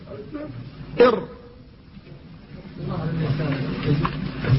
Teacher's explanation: فصفته التكرير تكون في أصل اللسان وهو ارتعاد في رأس اللسان · الراء يداني النون في كونه من رأس اللسان، لكنه أدخل إلى جهة الظهر